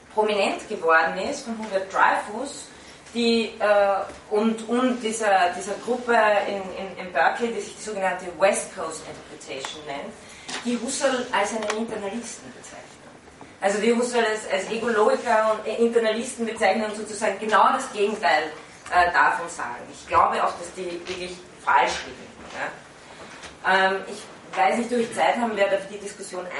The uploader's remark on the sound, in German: Von Studierenden aufgezeichnet.